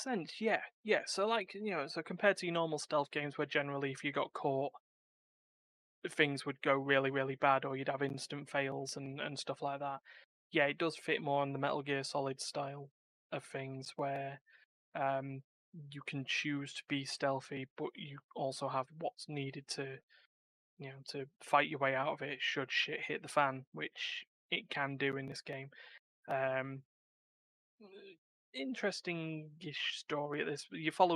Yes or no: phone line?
no